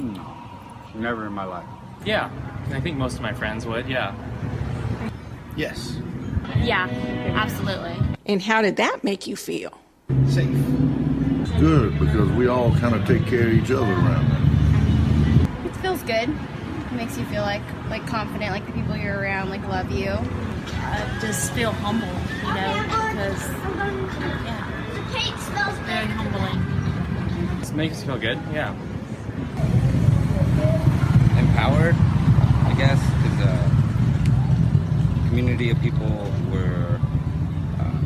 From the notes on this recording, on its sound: (Audio from a video sermon). Interview people on the streets of Clovis.